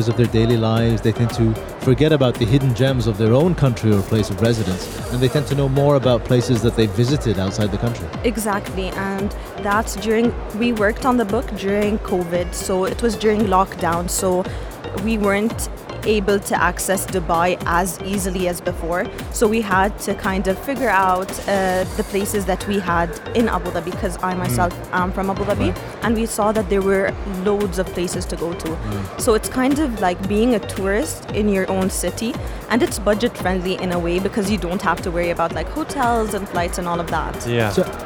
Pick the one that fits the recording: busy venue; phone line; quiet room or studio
busy venue